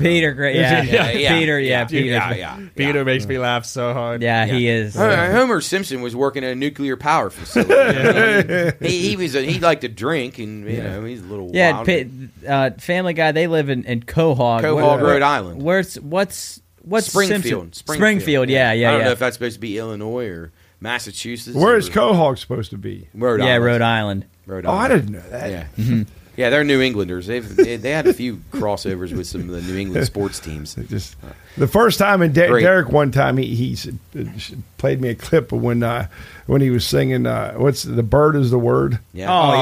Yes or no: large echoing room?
no